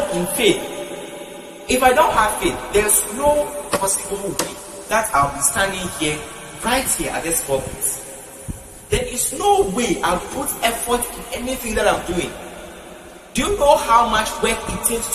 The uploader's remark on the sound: Preached at the GIHTIIY Conference 2023 at the Love Arena, Accra.